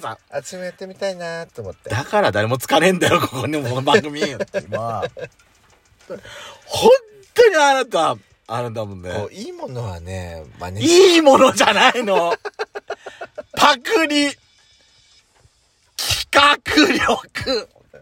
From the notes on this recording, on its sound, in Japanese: パーキング収録